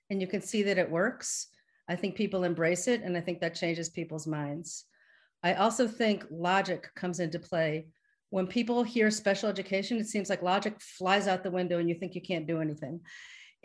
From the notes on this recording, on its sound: a live webinar on May 10, 2021